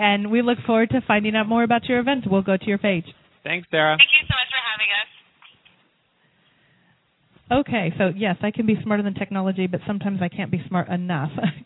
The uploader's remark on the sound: broadcasts live from Canon De Sol Winery!